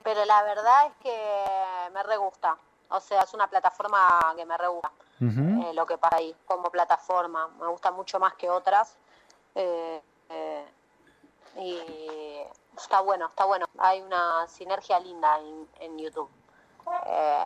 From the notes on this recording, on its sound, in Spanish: Charla Telefonica